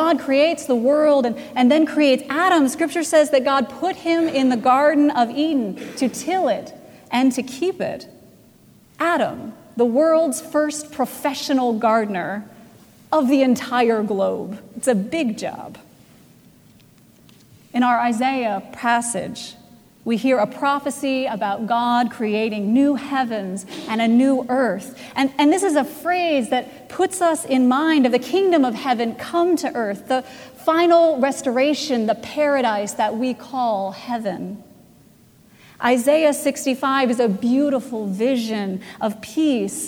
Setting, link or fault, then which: setting, large echoing room